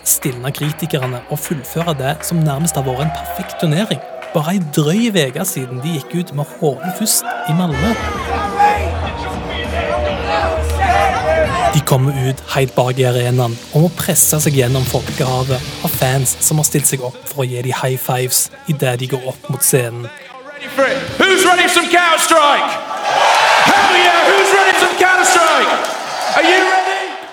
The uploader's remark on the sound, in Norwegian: I bakgrunnen lyder brølene til tusenvis av ivrige fans. De er alle samla i en baskettballarena i New York.